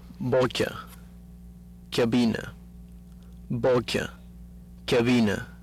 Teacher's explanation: Contrast between the B stop and the B fricative